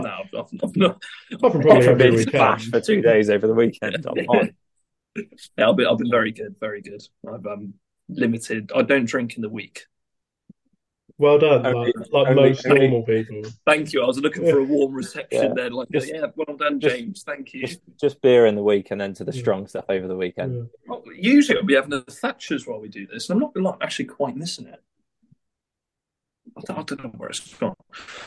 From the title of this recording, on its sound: with many wifi issues